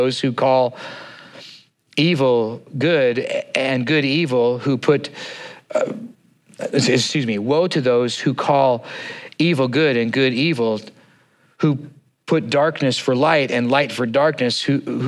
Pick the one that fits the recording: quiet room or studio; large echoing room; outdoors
large echoing room